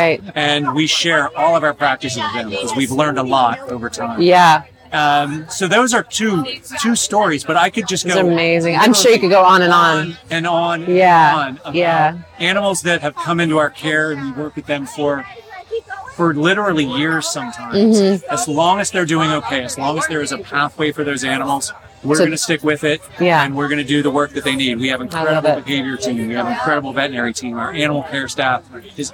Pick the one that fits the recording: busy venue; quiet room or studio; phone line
busy venue